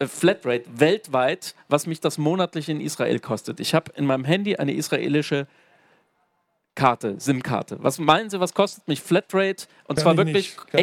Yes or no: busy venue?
yes